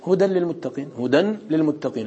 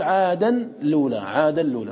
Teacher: عندك تنوين بعده لام، ماذا تفعل؟ تدغم تنوين في اللام.